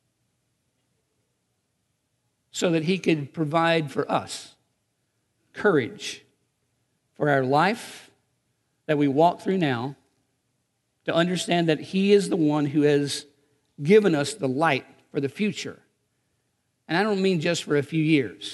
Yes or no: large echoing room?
yes